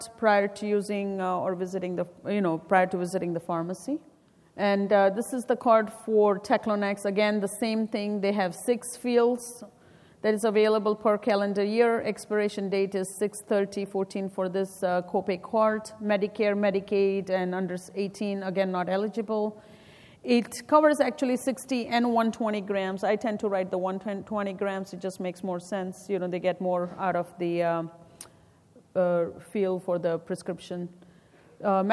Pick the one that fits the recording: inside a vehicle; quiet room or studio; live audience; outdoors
live audience